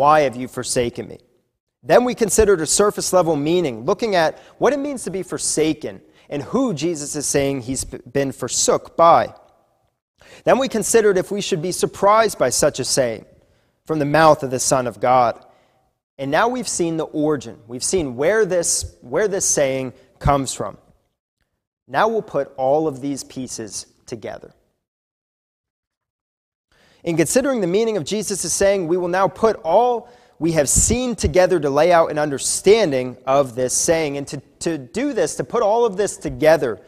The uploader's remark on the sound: This is a sermon recorded live at the Lebanon Bible Fellowship Church in Lebanon, PA